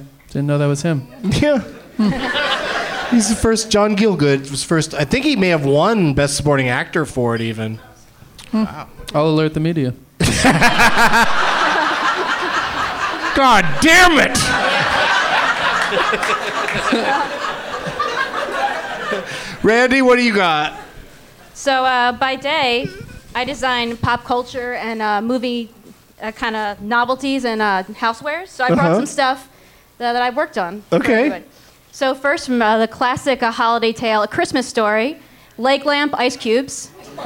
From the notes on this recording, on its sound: Live from Helium Comedy Club in Philadelphia